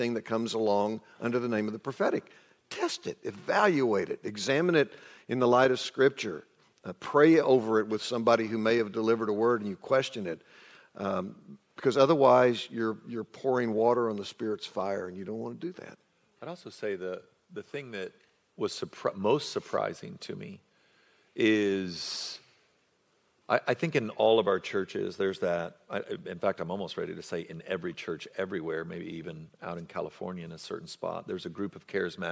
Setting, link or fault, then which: setting, busy venue